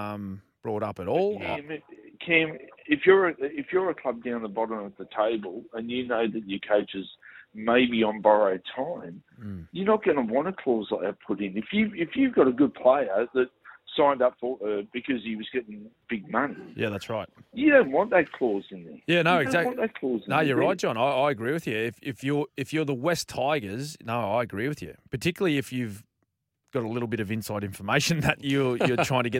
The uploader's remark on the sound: Debate with callers. The boys & listeners debated.